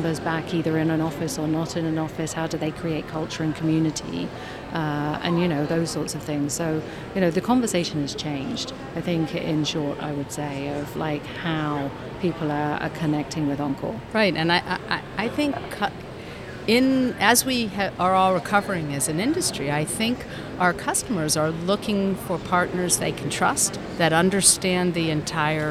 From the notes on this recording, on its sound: Live at WEC22. Live from Meeting Professional's World Education Congres 2022 in San Francisco.